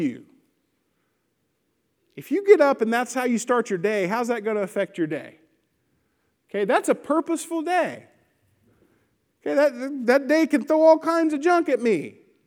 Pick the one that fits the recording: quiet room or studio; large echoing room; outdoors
large echoing room